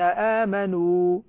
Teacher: خاصة الواو عندما تأتي بعد النون أو الميم، آمنوا، خرجت فيها خيشمة. الخيشمة عيب من عيوب القراءة يجب أن يتخلى عنه القراءة والكرام والقارئات كلمات.